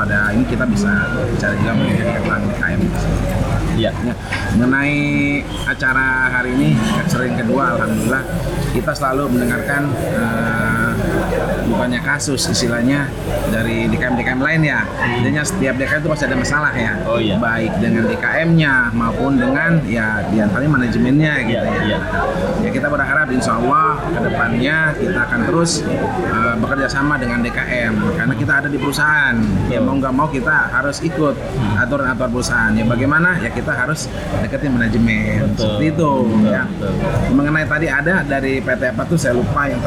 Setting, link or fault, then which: setting, busy venue